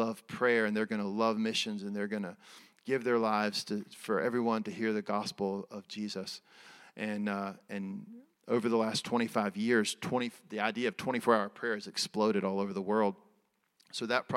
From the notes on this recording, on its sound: Recorded at Resurgent Church in Atlanta, GA in February 2023.